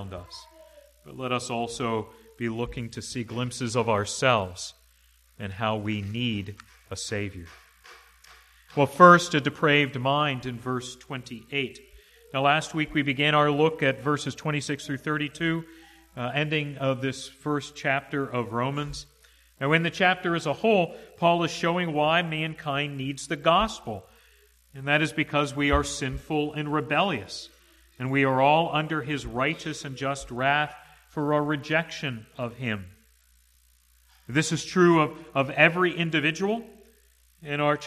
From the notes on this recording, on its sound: to the congregation at the Manchester Reformed Presbyterian Church of New Kensington, PA, on Sunday, January 09, 2022 .